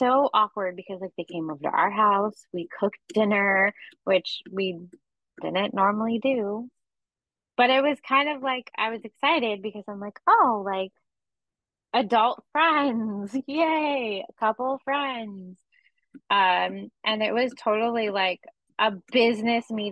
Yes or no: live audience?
no